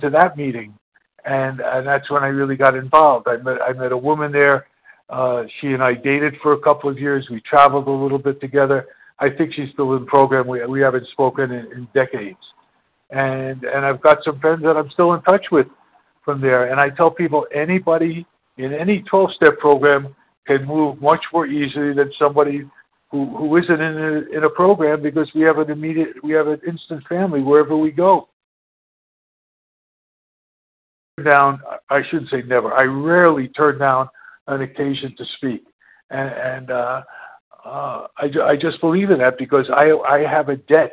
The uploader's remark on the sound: 100 Pounders Phone Meeting